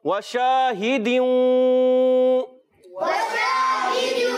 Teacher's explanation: شین کی ادائیگی خاص خیال رکھنا ہے، تفشی کے ساتھ منہ میں آواز پھیل جائے اچھے طریقے سے. تشفی نہیں، اچھا تشفی کہیں گے غلط ہو جائے، تفشی.